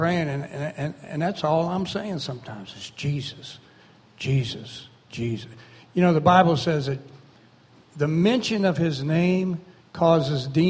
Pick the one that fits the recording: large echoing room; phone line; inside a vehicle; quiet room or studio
large echoing room